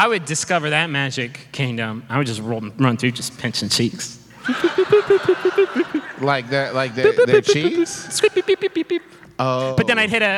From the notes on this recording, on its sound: This one was even more special because we recorded it live in Huntington, WV.